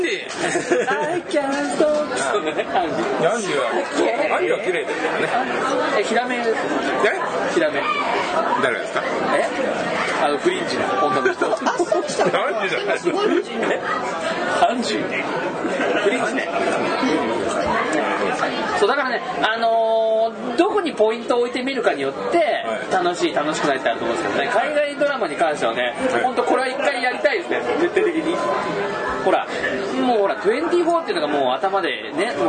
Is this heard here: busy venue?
yes